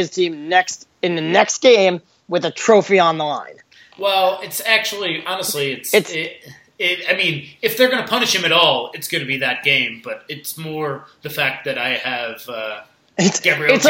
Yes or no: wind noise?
no